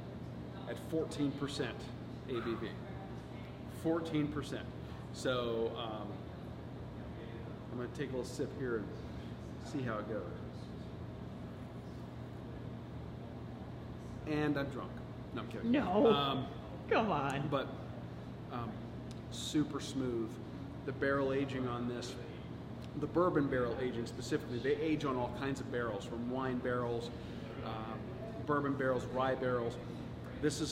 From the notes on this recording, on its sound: The post-race celebration at Orpheus Brewing is not to be missed.